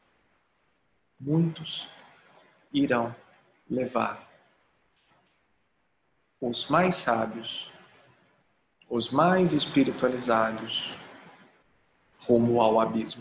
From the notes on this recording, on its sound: Online via Zoom.